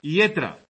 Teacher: Aragoneses, palatalización de la L inicial, yetra, dos L's, para decir letra.